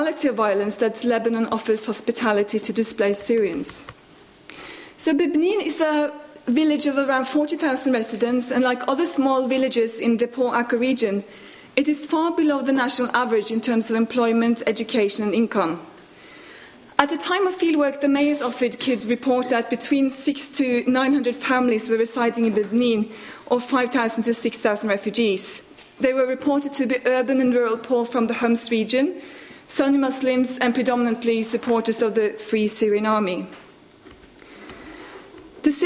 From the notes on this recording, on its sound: RSC 2014 Conference: Refugee Voices: Panel 18. Recorded on 25 March 2014 at St Anne's College, University of Oxford.